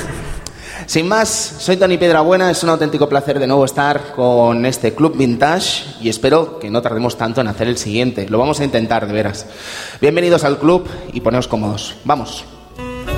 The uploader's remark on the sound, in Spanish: Programa grabado en directo desde RetroAlba.